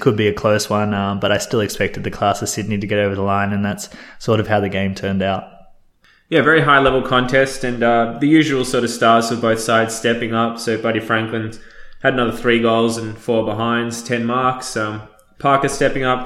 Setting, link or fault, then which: fault, echo